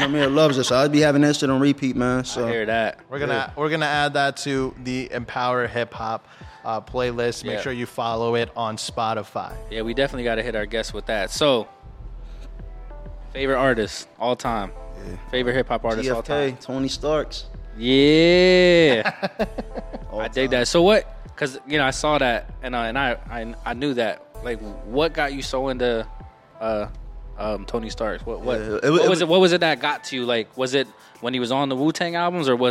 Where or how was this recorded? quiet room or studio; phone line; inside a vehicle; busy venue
busy venue